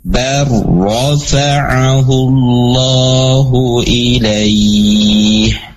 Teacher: Contohnya lafadznya bal dengan rafa'ahullahu ilaih. Jadi lamnya sudah tidak ada, tetapi masuk ke dalam huruf ro. · Term: idgham